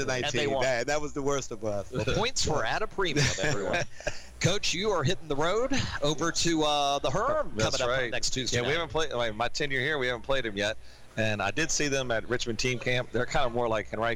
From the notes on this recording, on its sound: Recorded live on 102.9 The Mater at Sports Page Grille Ashland